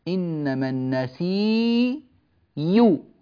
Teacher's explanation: يعني كلمة النسي، إنما النسي هذا الموضع في سورة التوبة، جاء ورش رحمه الله فأبدل الهمزة ياء مضمومة، إنما النسي يو، بدل أو تصير يو، ممتاز.